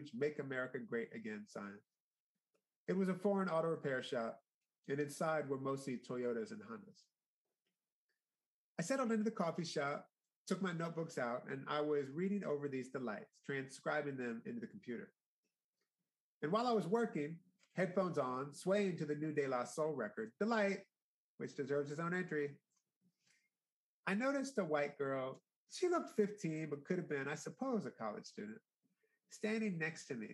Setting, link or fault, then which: link, video call